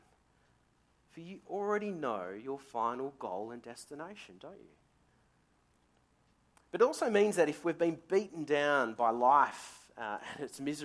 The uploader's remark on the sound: Sermon recorded live from Morley Baptist Church.